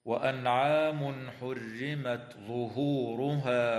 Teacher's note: الساكنة عند الواو في قوله تعالى بزعمهم وأنعام، ويسمى إظهارا شفويا، وتظهر التاء مهموسة عند الظاء في قوله تعالى حرمت ظهورها